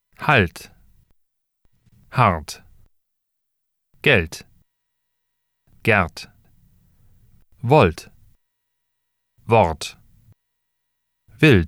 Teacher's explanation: When R is pronounced with the tip of the tongue, it resembles the L sound.